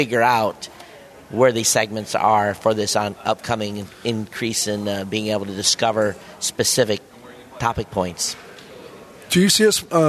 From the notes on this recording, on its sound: live at Podcast Movement Evolutions